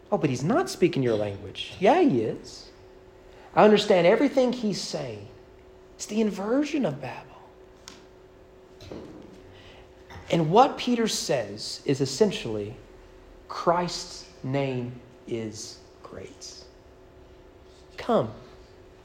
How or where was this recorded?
large echoing room